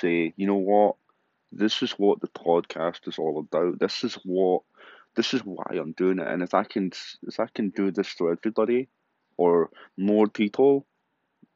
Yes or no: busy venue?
no